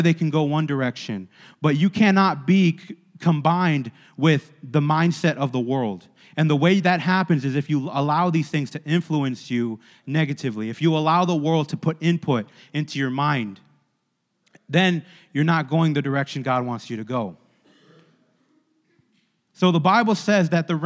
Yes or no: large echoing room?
yes